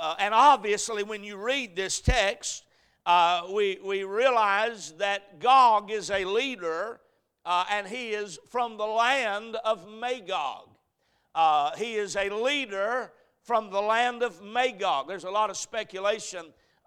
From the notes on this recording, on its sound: A message preached at Crossroads Baptist Church.